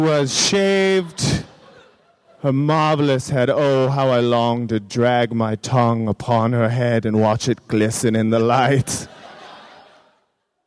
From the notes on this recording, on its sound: Recorded at San Francisco Sketchfest, January 30, 2014.